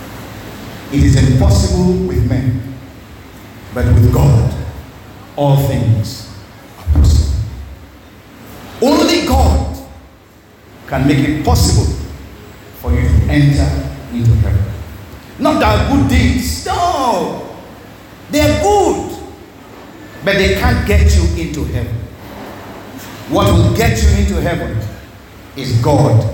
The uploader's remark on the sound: This message was preached at Our Saviour's Christ Army Church Cathedral in Okrika on December 9, 2023